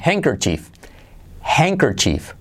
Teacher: No pronunciamos la D.